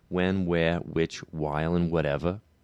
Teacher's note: The WH sound is just a W